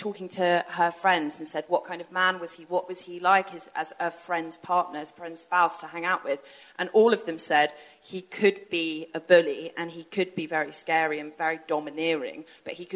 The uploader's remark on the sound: It’s another live episode, recorded at The Old Selfridges Hotel in collaboration with Google Pixel 2.